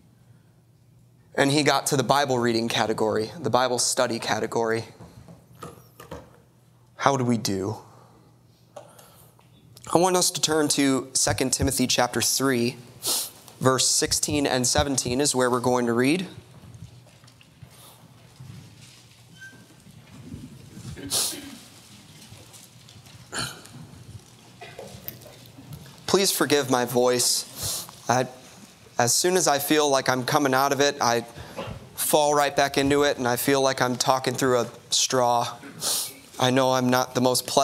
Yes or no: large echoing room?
yes